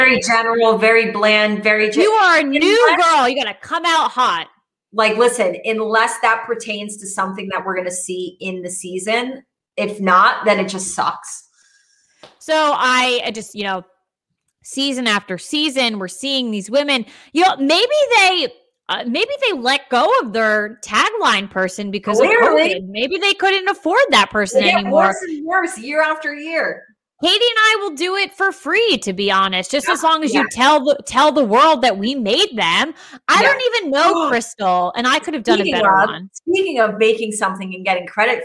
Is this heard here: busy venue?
no